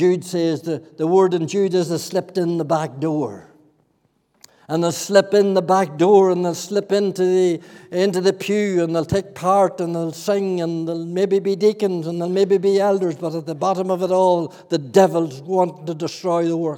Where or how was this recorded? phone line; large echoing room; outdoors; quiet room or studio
large echoing room